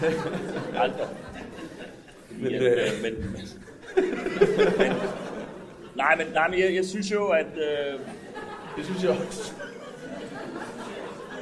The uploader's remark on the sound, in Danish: Optaget live på Comedy Zoo